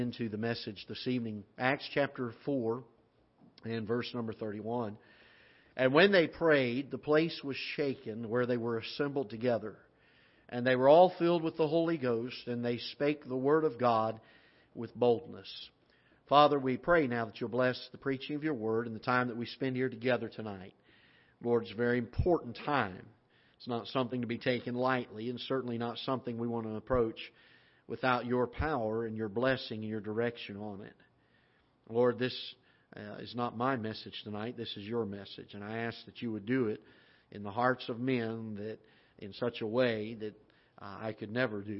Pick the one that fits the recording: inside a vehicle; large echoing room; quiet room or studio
large echoing room